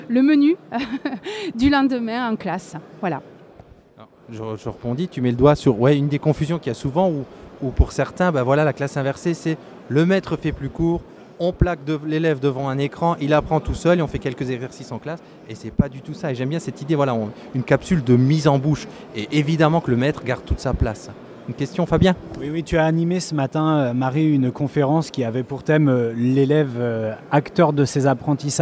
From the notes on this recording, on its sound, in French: Second épisode hors série sur 3 enregistrés en direct d’Educatec/Educatice du 26 au 28 novembre 2014.